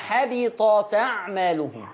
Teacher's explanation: هتشيل الهمزة وتاخدي الفتحة اللي على الهمزة تحطيها على التاء تبقى حبطت أعمالهم · Term: النقل